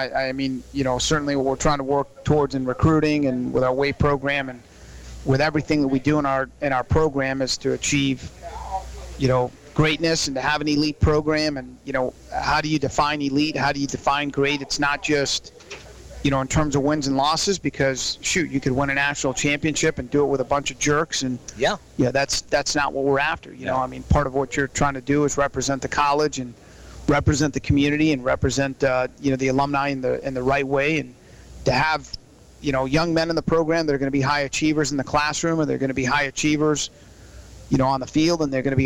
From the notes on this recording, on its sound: As heard LIVE on 102.9 The Mater live at Sports Page Grille in Ashland.